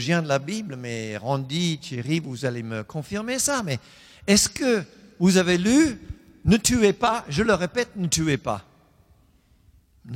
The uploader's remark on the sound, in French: Enregistré à l'église CVV, le 04/10/2020